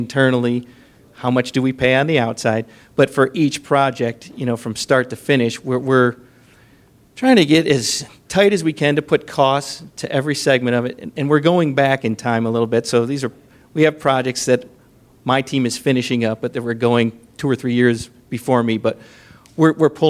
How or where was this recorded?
live audience